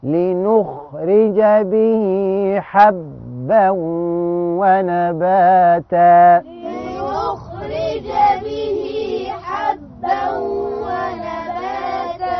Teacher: الخاء ساكنه ومفخمه وتعمل لها حاجه اسمها همس، يعني تجري النفس معاها